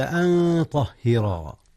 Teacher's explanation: إخفاء نون أن قبل الطاء وهي من حروف الإخفاء